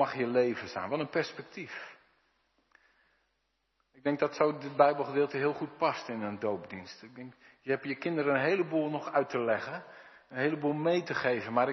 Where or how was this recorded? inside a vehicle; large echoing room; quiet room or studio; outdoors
large echoing room